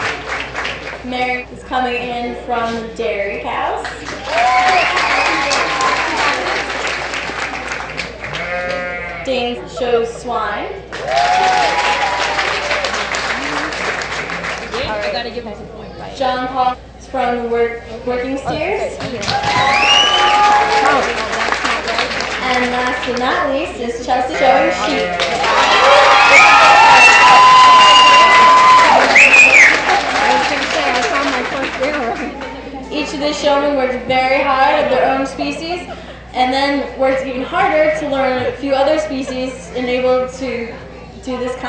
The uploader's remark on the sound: Tolland County 4-H Fair. A recording from the 2006 fair.